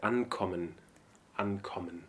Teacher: it's still a phonetic N and not the N with the tail.